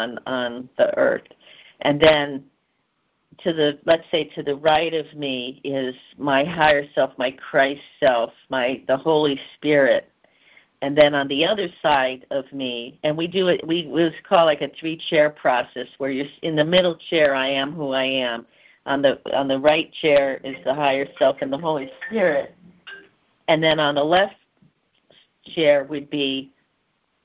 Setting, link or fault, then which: link, phone line